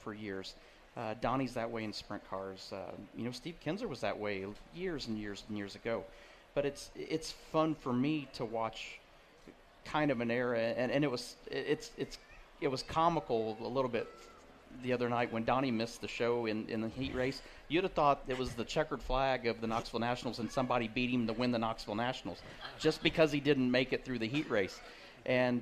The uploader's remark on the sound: Winged Nation Live from the 5-hour ENERGY Knoxville Nationals